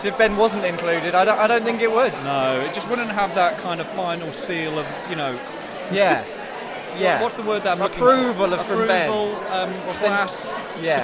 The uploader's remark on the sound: Live from IFC 2023